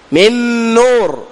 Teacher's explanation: أما لو أدغمت في مثلها نون في نون اللسان يبقى لا زال في مخرجه طرف اللسان مع اللثة من نور، هذا لا يزال.